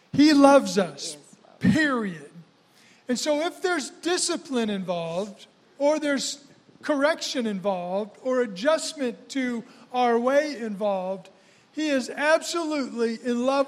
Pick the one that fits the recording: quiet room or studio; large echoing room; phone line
large echoing room